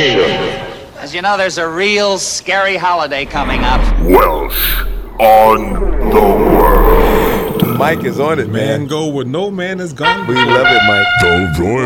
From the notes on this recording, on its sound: podcasts live from Café Anyway